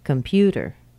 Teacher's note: Pew is a very strong sound, the second syllable. The first syllable is very short. Com, com, computer.